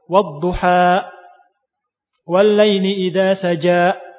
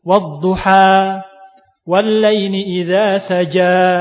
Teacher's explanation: Saja berhenti di hamzah. Tapi yang benar berhenti dengan berhentinya suara dan juga nafas. · Shown in: second take · Term: huruf-huruf hawaiyah